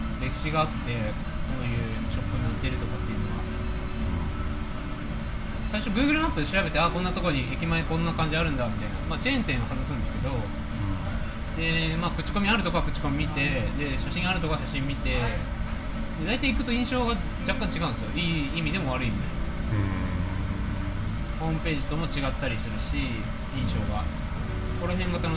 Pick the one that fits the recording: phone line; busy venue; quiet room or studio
busy venue